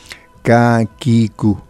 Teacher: nosotros tenemos que pronunciar la consonante K entre la punta de la lengua y el paladar